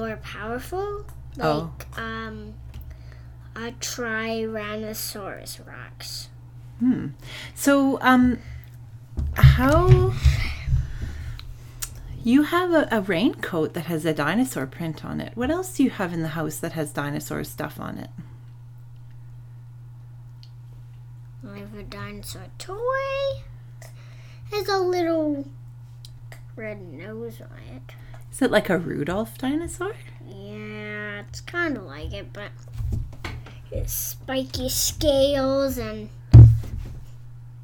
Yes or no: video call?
no